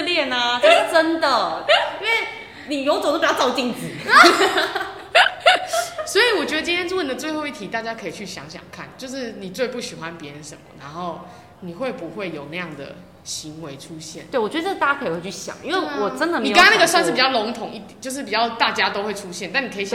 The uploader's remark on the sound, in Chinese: 本集聲音有稍微回音效果，。因為經費有限、場地有限，在高山上的教室錄音，。音場問題請見諒～。